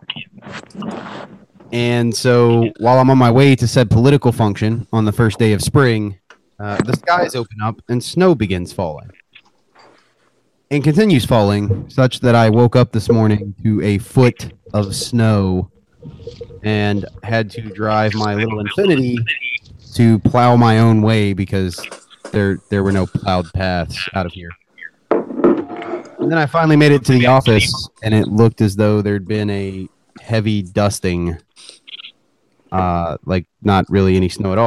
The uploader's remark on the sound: Live from the passenger seat